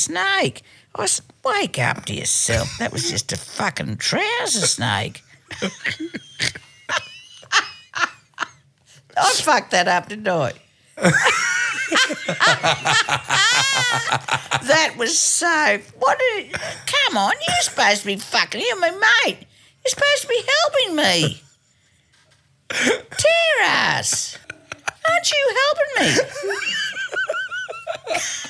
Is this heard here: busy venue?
no